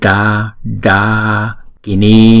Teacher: Chữ D này chúng ta đọc cong lưỡi lại.